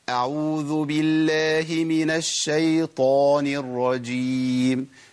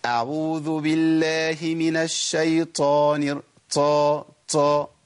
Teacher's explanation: ما ينفعش يمشي فيها نفس خالص. ليه؟ لأن الطاء مجهورة يعني مقطوعة النفس. · Shown in: first take